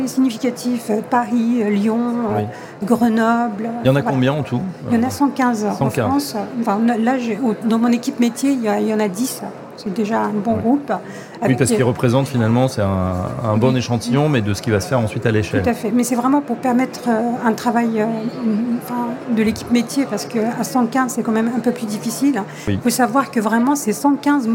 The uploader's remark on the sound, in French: 83e Congrès HLM de l'Union Sociale pour l'Habitat. En direct du 83e congrès USH à Nantes.